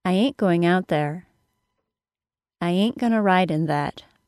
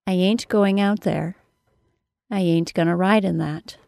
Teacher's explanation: notice that I'm using the glottal stop instead of the T sound · Shown in: first take